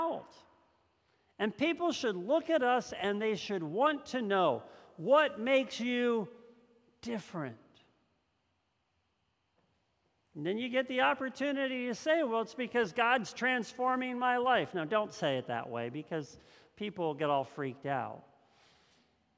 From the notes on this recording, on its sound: This message was first preached on November 21st 2021 at Linglestown Life Church in Harrisburg PA.